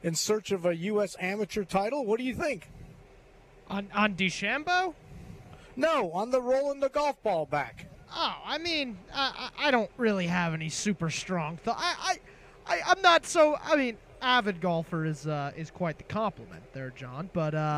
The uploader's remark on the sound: LIVE From Terry Thompson Chevrolet